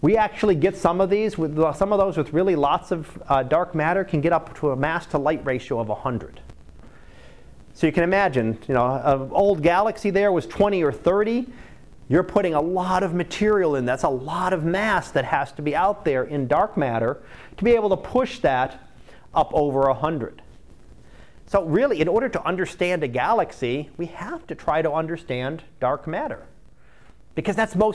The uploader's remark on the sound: Live Class Lecture